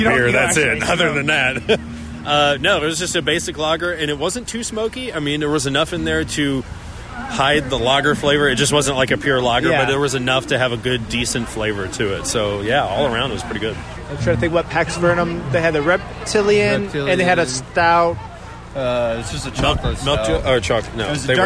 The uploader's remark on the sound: This week the geeks record another live episode, this time at Sample Indiana 2019. The second annual event, presented by Indy Craft Brews and hosted by Scarlet Lane Brewing, featured 13 breweries and plenty of beer to go around.